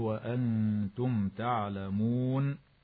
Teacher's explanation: فريقا، قوله تعالى لتأكلوا فريقا من أموال الناس بالإثم وأنتم تعلمون، تخفى النون الساكنة مع الغنة مرققة في قوله تعالى وأنتم، ويسمى إخفاء حقيقيا، وتظهر الميم الساكنة في كلمة وأنتم لوقوعها قبل التاء ويسمى